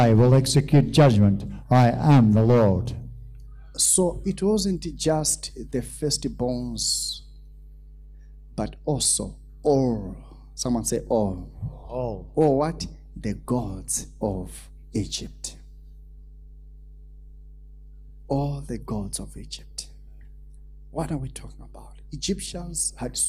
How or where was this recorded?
large echoing room